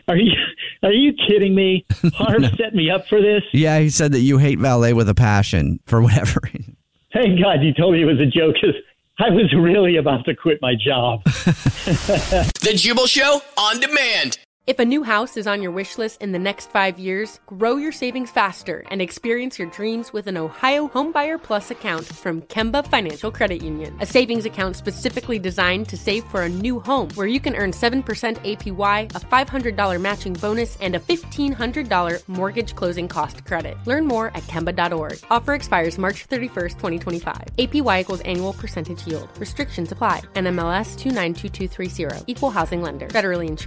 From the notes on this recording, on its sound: phone prank style